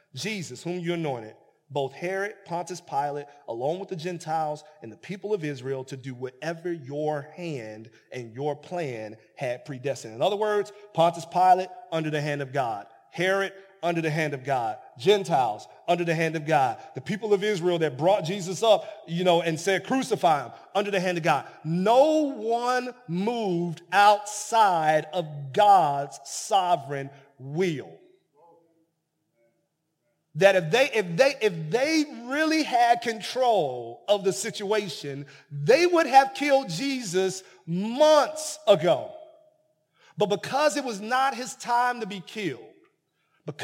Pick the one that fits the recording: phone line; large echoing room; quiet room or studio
large echoing room